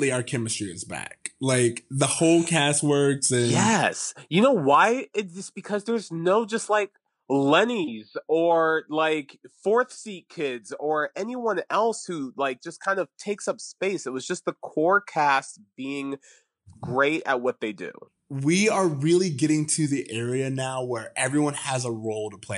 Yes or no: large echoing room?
no